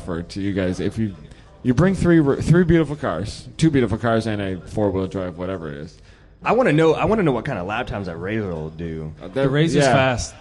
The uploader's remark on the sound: LIVE at HondaMeet15 Party Barn